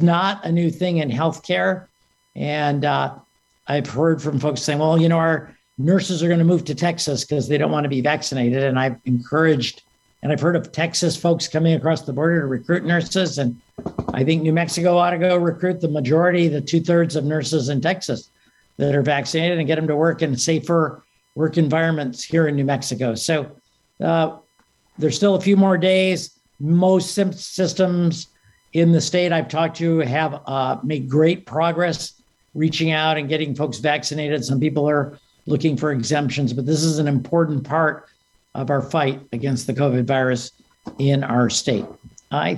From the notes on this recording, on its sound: The New Mexico Department of Health provides a COVID-19 webinar update, and takes questions from the media. Via ZOOM.